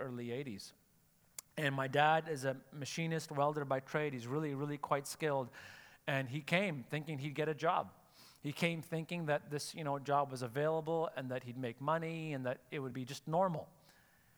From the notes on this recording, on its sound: Sunday Service live broadcast